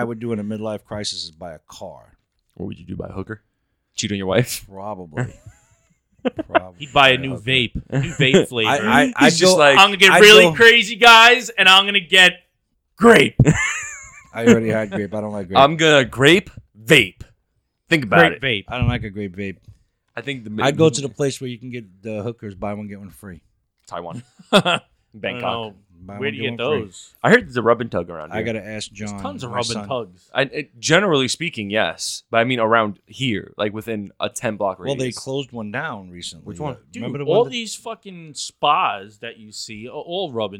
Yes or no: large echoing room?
no